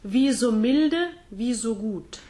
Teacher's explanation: notice that there is no diphthong on the O. There's no zo or so. · Term: closed O